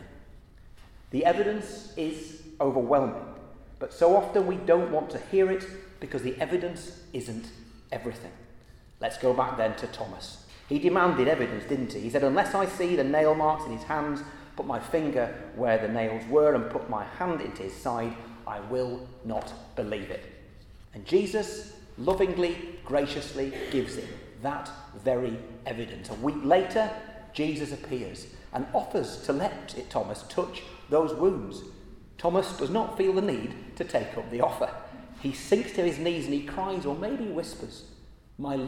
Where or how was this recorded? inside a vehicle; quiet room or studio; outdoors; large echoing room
large echoing room